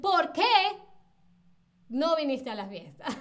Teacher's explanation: si separan la palabra ¿por qué? y le ponen ese acento en la E, tiene como más fuerza